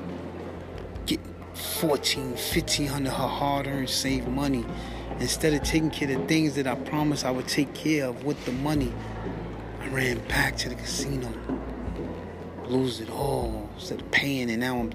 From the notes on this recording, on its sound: Please forgive me for all the background noice I taped my last two episodes at work and can’t control what goes.